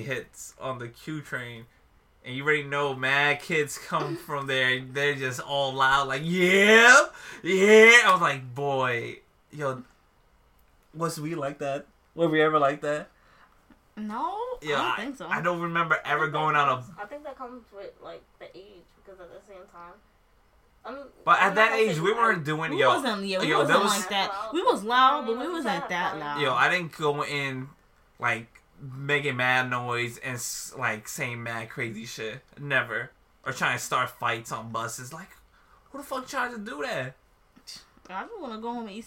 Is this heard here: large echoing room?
no